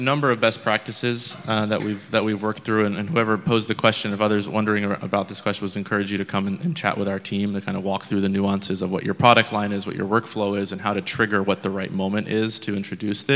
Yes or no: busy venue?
yes